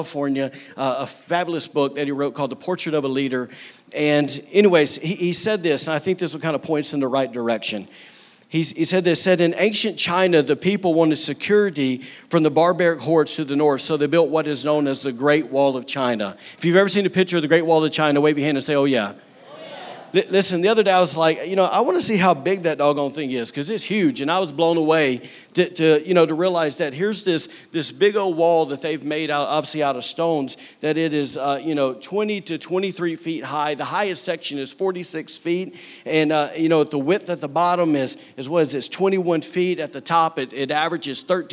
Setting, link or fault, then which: setting, large echoing room